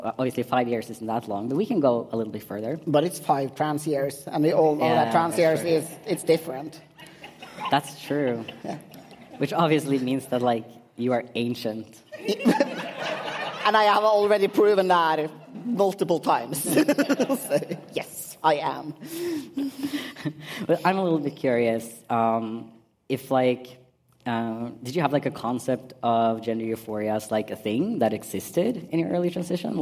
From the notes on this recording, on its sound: PKI/POGI 5 years anniversary party live podcast.